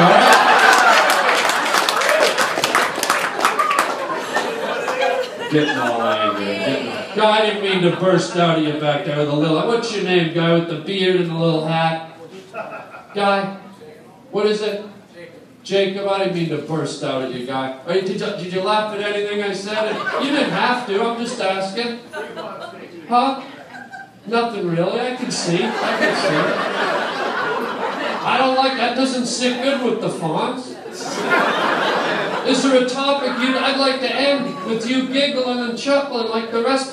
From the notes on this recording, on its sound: a live stand up performance at the world famous Comedy Store on the Sunset Strip